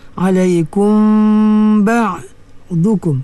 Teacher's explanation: mim mati bertemu dengan ba, hukumnya ikhfa syafawi